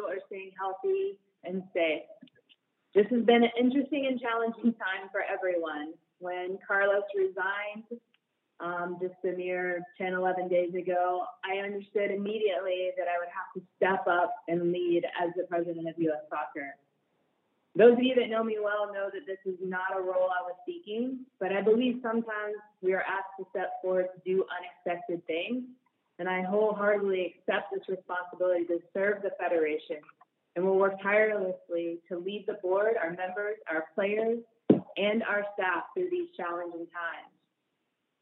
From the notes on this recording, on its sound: US Soccer Conference Call